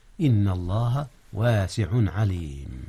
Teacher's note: جاء إظهار هنا يا أستاذنا. أظهر التنوين قبل العين، إذ العين من أحرف الحلق. إن الله واسع عليم.